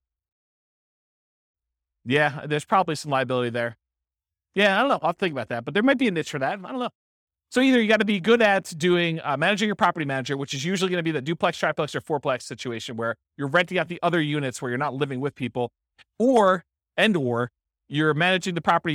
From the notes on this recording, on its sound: This was a live class recorded. Anchorage, Alaska. The live in-person version.